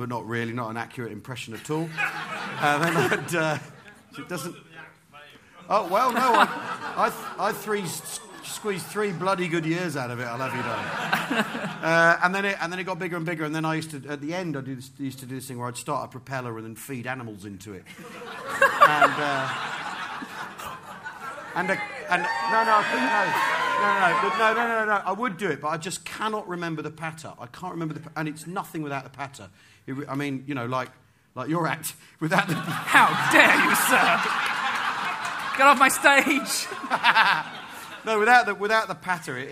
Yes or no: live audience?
yes